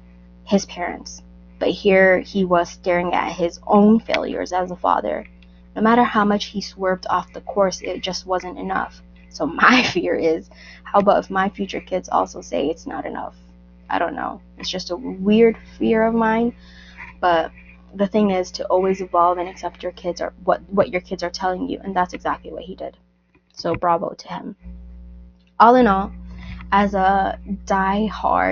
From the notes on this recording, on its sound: I ONLY NOTICED AFTER UPLOADING, THAT MY MIC WAS HAVING ISSUES. I'M CHANGING THE MIC AS WE SPEAK.